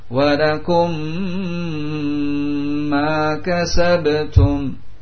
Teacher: mim sukun dengan mim berharokat, dihilangkan mim yang pertama dari segi pengucapannya, dari segi pengucapannya, karena dimasukkan pada mim yang kedua dengan diwakili oleh tasydid. · Term: disambung